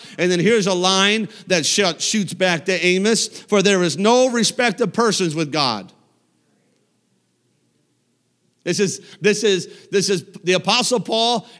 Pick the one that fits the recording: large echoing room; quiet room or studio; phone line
large echoing room